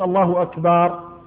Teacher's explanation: وكذلك إذا أدخل الألف على الباء كان يقول الله أكبر، بعض الأئمة يقول الله أكبر فيولد حرف الألف بعد الباء